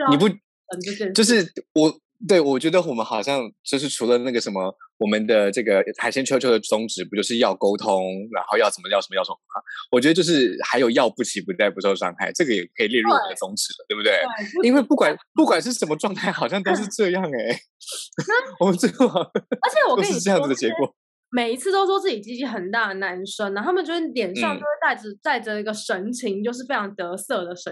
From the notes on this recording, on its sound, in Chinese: 本集節目使用 Zoom 遠距錄音，固有音質不佳、斷訊之情況敬請見諒。